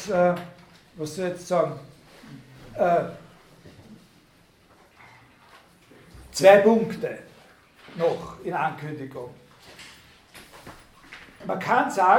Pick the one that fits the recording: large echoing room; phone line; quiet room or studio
large echoing room